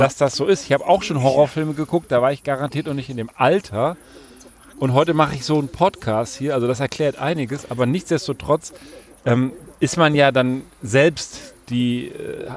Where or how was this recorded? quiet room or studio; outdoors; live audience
outdoors